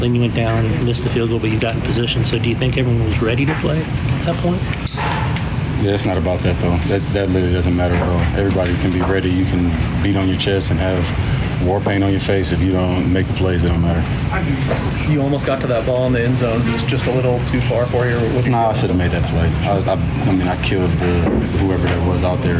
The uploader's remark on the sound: LOCKER ROOM SOUND